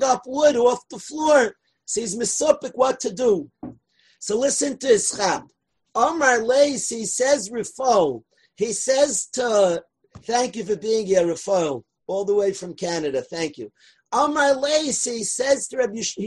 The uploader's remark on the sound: From last year's zoom shiur - on Torah anytime!